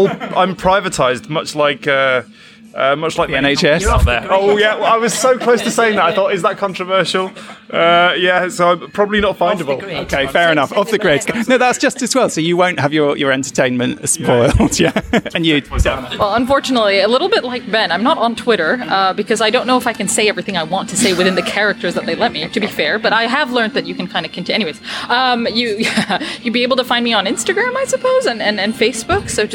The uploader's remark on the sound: Recorded live at the Prince Charles Cinema in London’s West End. At an anniversary screening of Star Trek: The Motion Picture.